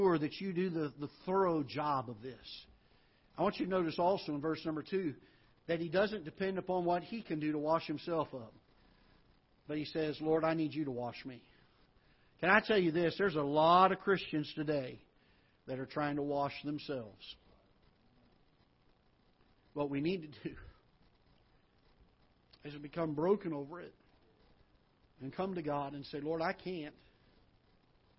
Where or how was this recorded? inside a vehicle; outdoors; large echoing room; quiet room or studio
large echoing room